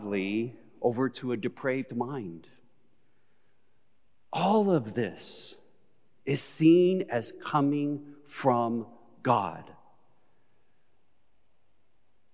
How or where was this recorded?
large echoing room